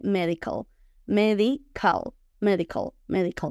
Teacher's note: Lo que vamos a hacer es que la A no la vamos a abrir mucho. Recuerden que les he dicho varias veces que en inglés las vocales no se abren tanto, no es A, sino más A, A, medical, medical, en lugar de medical, <laughs> medical, medical.